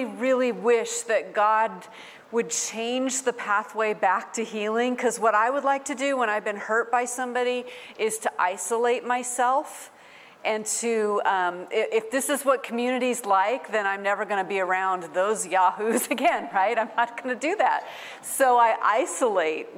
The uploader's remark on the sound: featuring a message from the Restore Conference